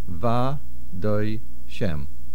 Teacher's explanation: We do not hear the Aleph